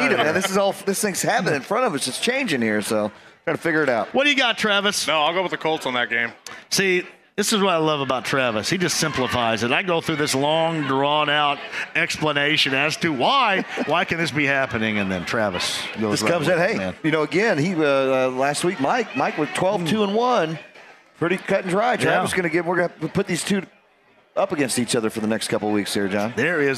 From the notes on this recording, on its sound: everyone at Britton’s Tavern